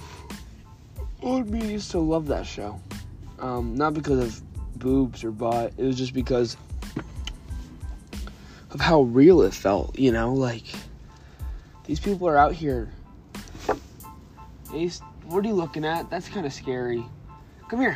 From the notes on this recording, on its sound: Talking while locked outside